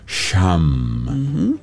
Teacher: La SH se pronuncia un poco aspirada, como sham, de una manera que no sea demasiado lenta ni demasiado rápida y se adapte a nuestro ritmo respiratorio calmado.